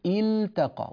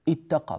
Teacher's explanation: وقلنا والتقى، لام الفعل تظهر هنا، فنقول التقى ولا نقول اتقى، بعض الناس يدغم اللام في التاء وهذا غير صحيح · Shown in: first take